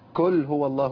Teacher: القاف المضمومة بعض الناس يبدلها بكاف مضمومة